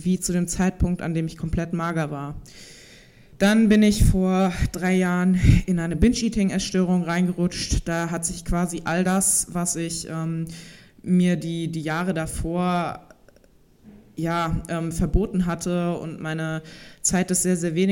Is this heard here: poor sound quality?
no